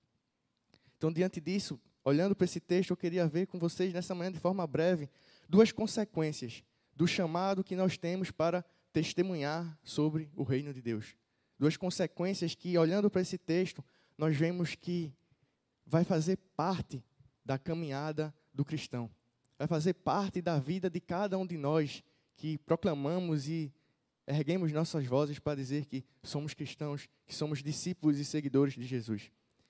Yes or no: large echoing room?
yes